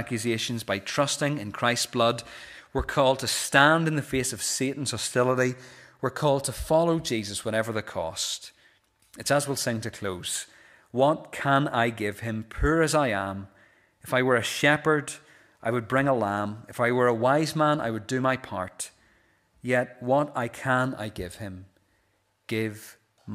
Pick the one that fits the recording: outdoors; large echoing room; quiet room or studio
large echoing room